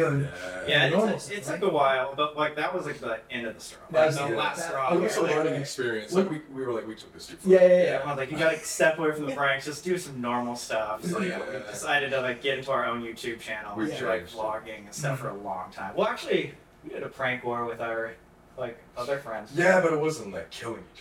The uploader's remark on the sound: We had some audio issues this week, and greatly apologize.